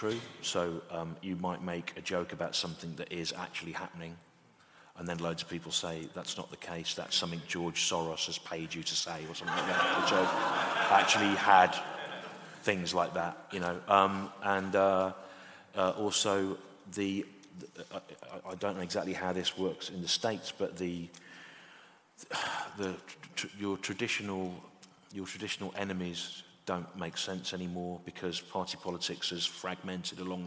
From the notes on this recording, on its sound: Recorded live in London in April 2019.